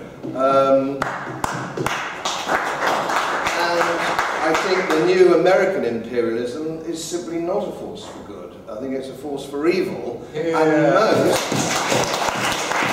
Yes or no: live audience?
yes